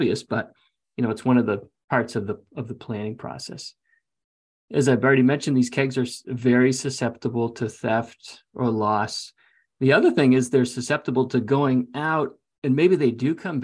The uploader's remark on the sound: You'll hear the audio version of our webinar with ….